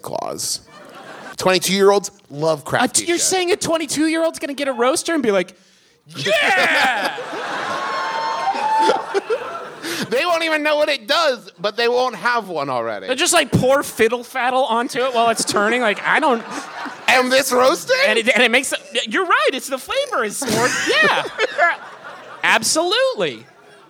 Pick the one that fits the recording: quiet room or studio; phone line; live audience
live audience